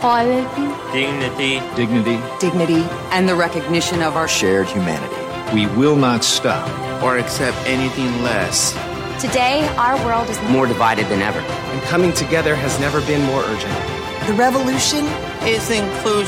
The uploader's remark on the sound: LIVE From Special Olympics World Games 2023. Recorded From Berlin, Germany.